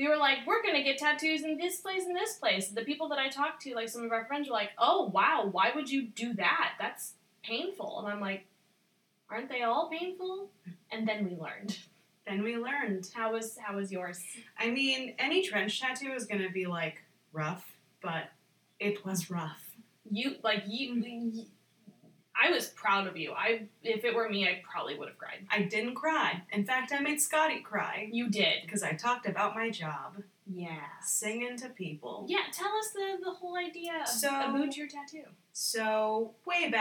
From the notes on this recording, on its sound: Apologies for the sound quality. We had to adjust to a new but temporary recording space. Enjoy the sounds of us in a fish tank.